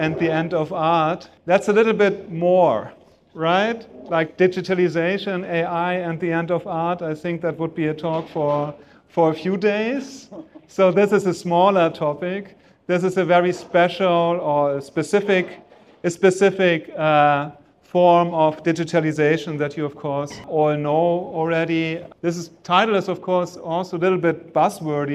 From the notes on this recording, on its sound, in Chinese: 本期播客是艺仓美术馆的公教对谈现场实录。